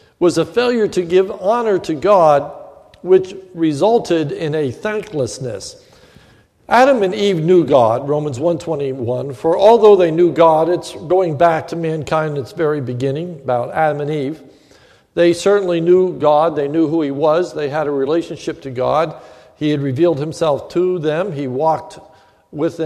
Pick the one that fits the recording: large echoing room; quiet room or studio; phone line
large echoing room